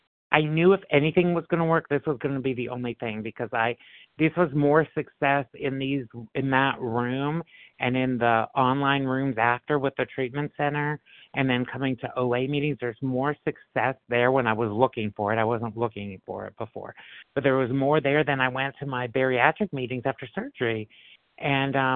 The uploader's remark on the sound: 100 Pounders Phone Meeting